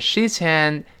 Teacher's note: sheets 和 and 连在一块，自然变成 sheetsand